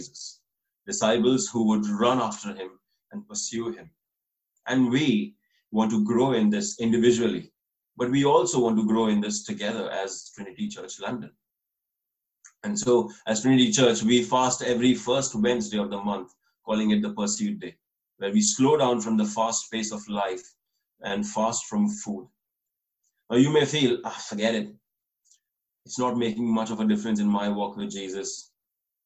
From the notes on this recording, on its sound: This message was recorded over Zoom, so please excuse any issues with the quality of recording.